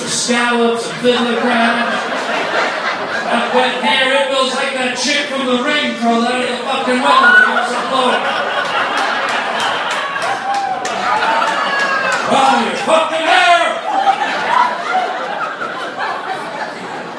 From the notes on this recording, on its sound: DIRTY LIVE COMEDY. A dirty, dirty crowd. Nutty phone call from a listener.